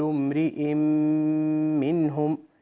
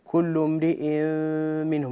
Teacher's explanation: أنت تقول كل امرئ منهم مثل الإخفاء، تجعل فرجة بين الشفتين وهذا لا يصح، الحكم إدغام · Shown in: first take · كل امرئ منهم تنطق هكذا.